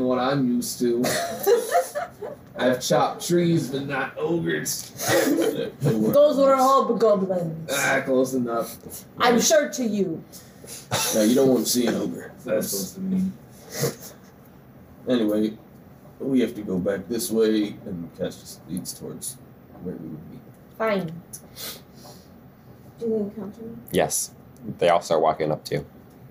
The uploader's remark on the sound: We had an equipment issue when recording this episode and the sound quality is noticeably worse than others.